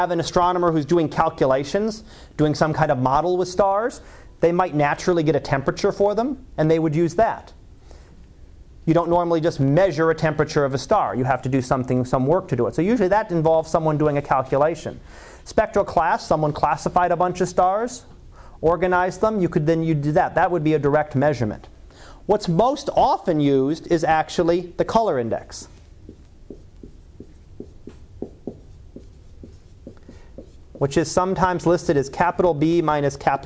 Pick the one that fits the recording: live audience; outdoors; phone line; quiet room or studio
live audience